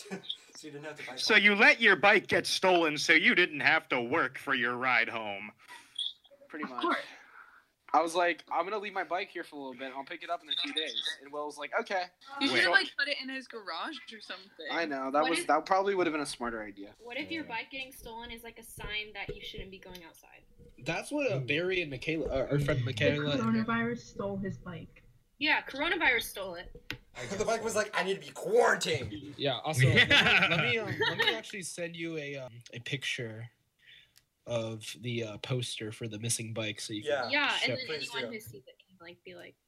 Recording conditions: poor sound quality